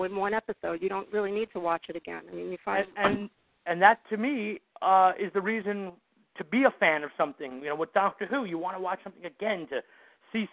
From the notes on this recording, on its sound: Live Roundtable Episode. With live listener feedback. Recorded live on the net via TalkShoe. Note: This is a "Rough, Ready, and Raw" version -- this podcast episode is going out as it was recorded, with no post production work...